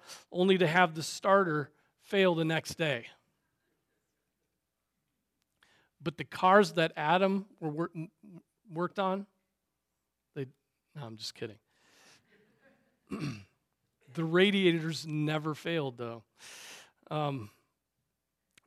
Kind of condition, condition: setting, large echoing room